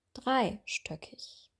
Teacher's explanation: Das Wort dreistöckig würden wir vorne betonen